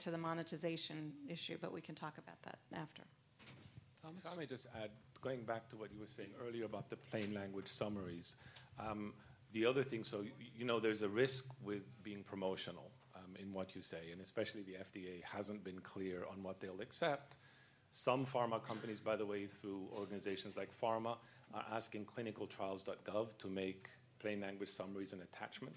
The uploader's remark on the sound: first recorded at the 6th annual Patients as Partners US conference